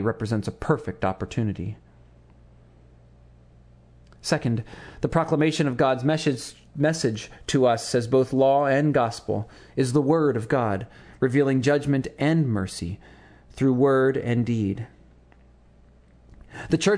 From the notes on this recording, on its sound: Sermon to his congregation of Christ Hamilton United on the Sunday immediately following the 2009 Churchwide Assembly of the Evangelical Lutheran Church in America.